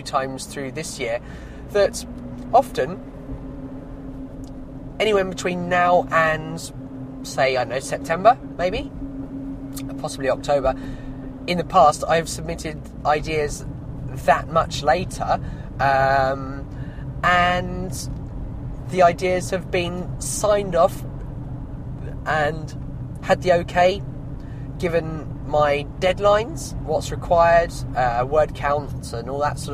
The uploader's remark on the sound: Outdoor Trade Show 2017. I’m on location, in my hammock.